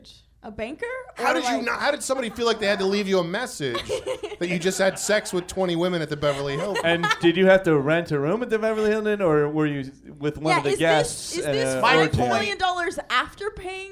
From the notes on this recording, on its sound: Recorded LIVE at The Improv Lab in Los Angeles!